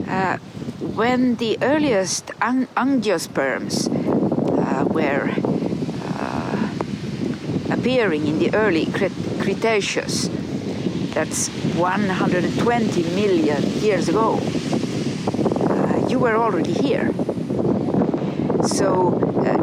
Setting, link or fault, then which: setting, outdoors